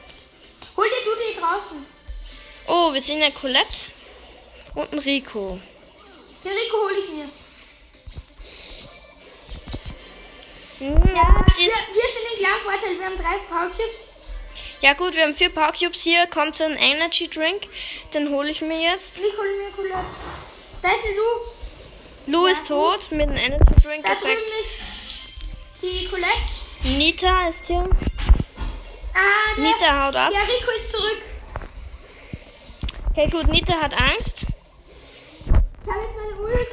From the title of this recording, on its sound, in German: Bisschen schlechte Audioqualität